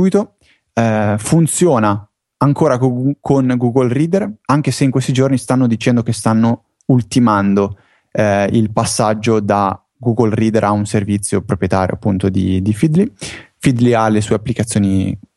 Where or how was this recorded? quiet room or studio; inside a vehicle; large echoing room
quiet room or studio